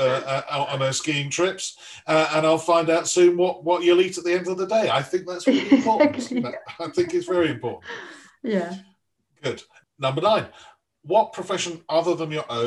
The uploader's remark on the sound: This interview was recorded on 22nd December 2020 via Zoom.